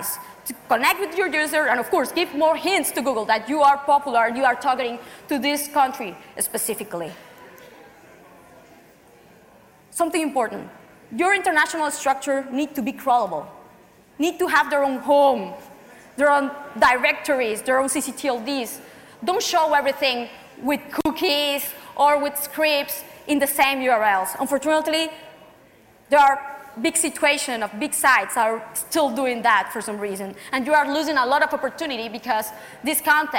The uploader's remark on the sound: we are presenting a talk from April’s BrightonSEO conference